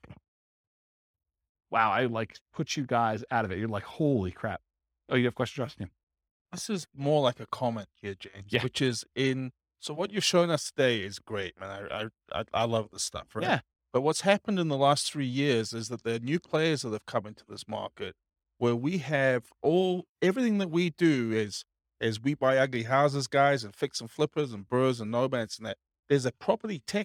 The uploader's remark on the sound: This was a live class recorded. In Chandler, Arizona.